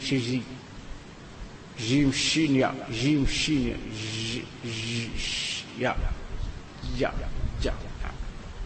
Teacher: ياء حرف شجري يخرج من وسط اللسان مع ما يحاذيه من الحنك الأعلى